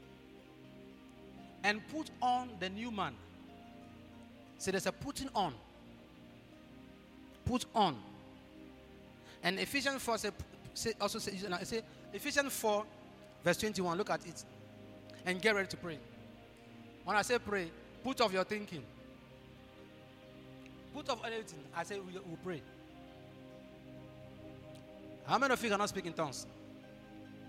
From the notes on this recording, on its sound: preached at God's Haven Ministries, The Purpose Assembly on Sunday 11th June, 2023